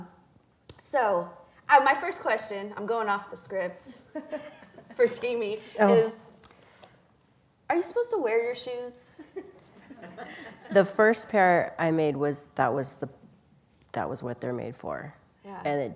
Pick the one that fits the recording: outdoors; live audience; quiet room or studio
live audience